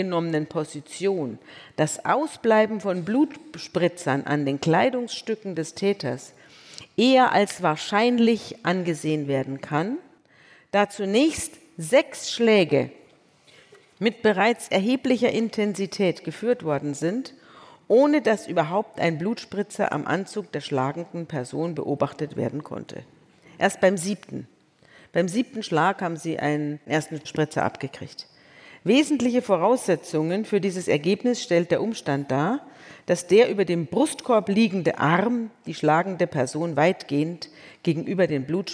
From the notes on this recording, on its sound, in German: vor Livepublikum im Kölner Theater am Tanzbrunnen